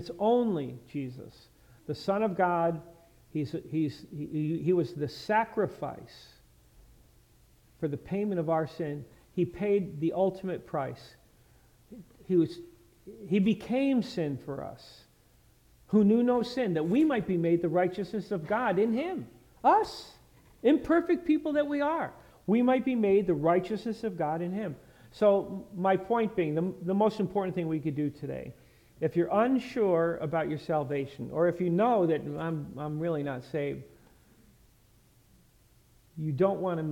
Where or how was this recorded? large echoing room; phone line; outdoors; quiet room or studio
large echoing room